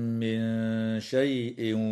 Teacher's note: وتخفى عند الشين مع الغنة مرققة